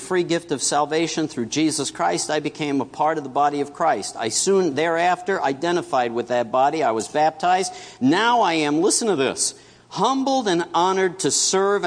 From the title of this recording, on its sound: September 24 2017 Morning Worship